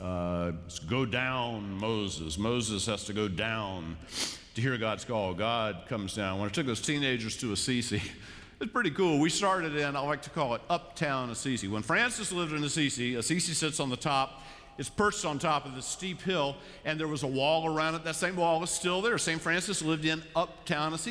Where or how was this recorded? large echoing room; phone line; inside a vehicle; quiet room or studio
large echoing room